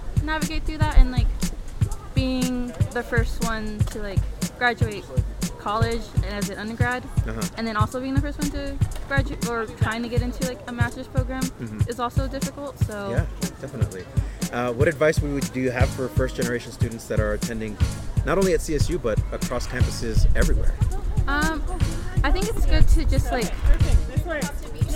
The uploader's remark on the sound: The sounds of First Generation Day at Colorado State University.